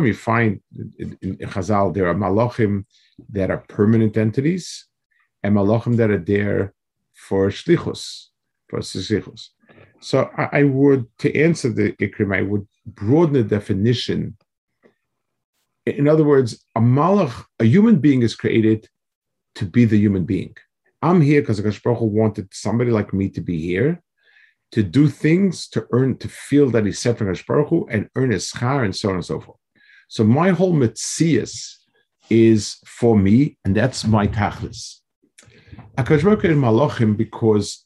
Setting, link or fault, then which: link, video call